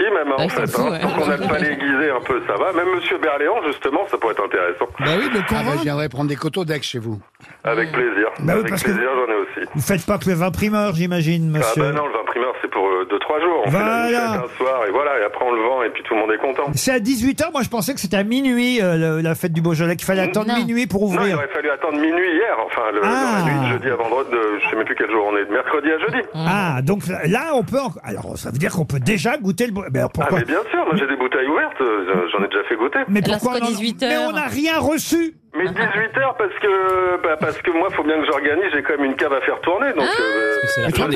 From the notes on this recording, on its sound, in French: Était au téléphone des Grosses Têtes.